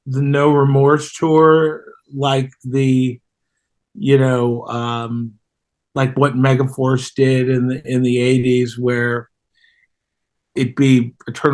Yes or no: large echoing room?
no